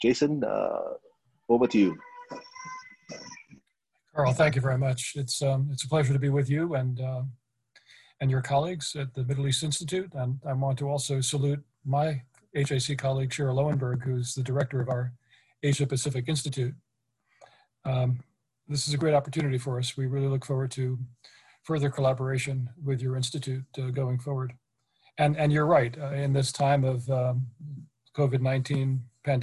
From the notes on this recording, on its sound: This public talk was conducted online via Zoom on 2 October (Friday), from 9.00am to 10.30am (SGT).